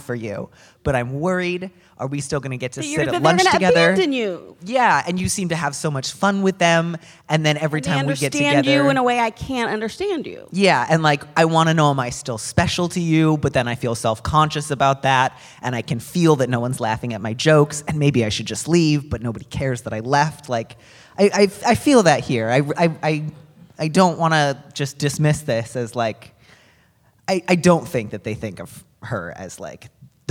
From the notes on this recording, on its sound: This week finds Dear Prudence live on stage at the Brava Theater Center in San Francisco. Questions from the live audience.